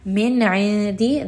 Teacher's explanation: مِنْ عِنْدِي، this is going to be idhar. Noon sound is clear.